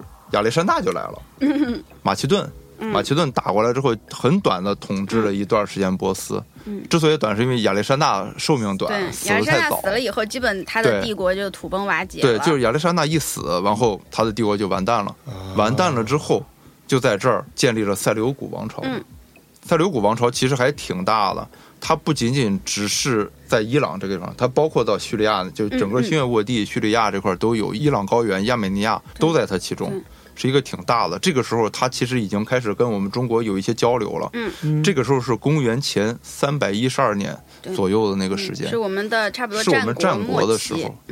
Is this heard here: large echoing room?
no